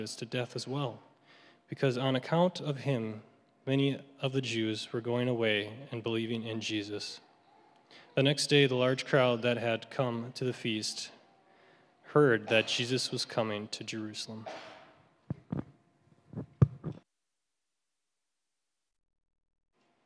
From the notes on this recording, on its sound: at Grace City Church in Fargo, North Dakota.